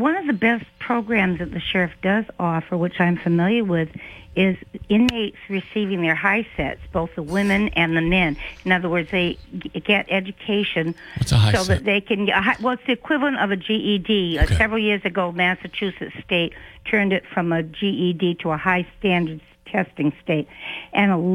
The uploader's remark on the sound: take calls from the audience